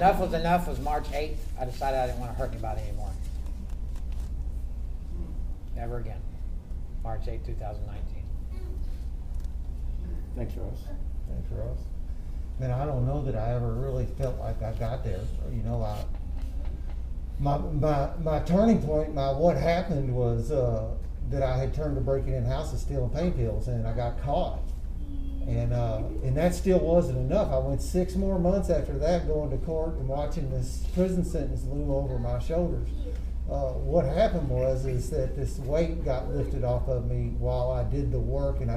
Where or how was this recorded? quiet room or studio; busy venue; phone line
busy venue